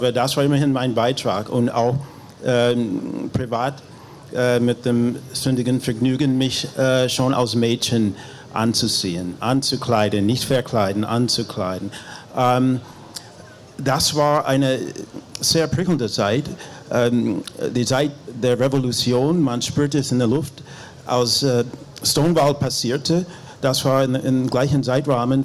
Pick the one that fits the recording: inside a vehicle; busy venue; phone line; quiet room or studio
busy venue